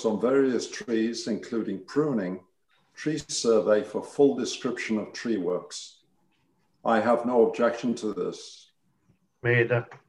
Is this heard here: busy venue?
no